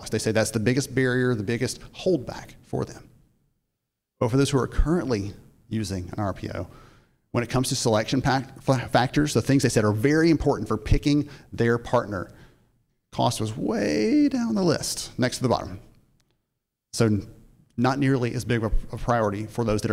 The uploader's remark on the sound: a short portion of his 2022 keynote address at the Recruitment Process Outsourcing Association Annual Conference in Chicago